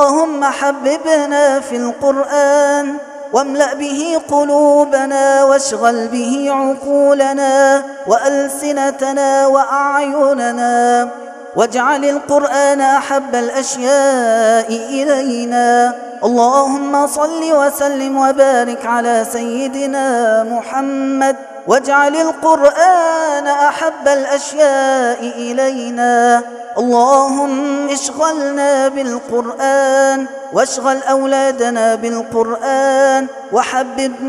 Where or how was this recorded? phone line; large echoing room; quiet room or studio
large echoing room